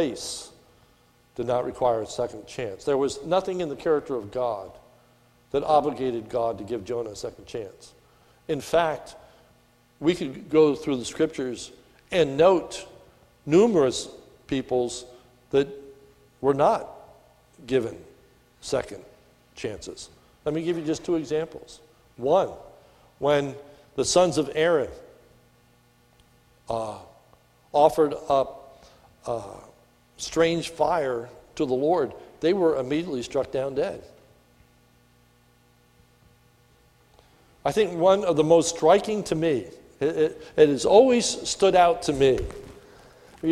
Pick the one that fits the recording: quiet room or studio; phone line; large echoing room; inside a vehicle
large echoing room